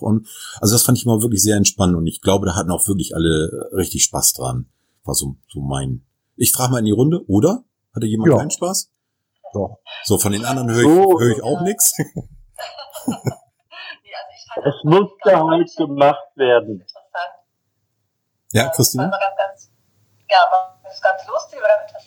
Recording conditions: poor sound quality